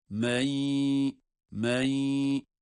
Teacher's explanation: Nun'un gunnesi gösterilerek tutma yapılıyor. · Term: idgam maal gunne